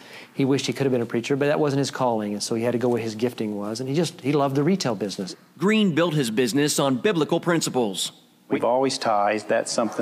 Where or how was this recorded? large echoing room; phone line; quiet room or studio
large echoing room